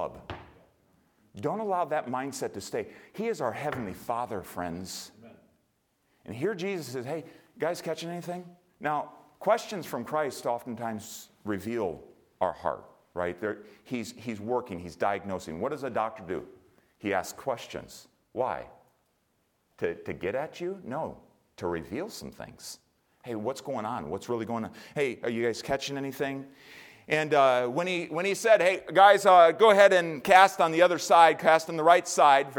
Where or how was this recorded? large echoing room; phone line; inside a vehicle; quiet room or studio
large echoing room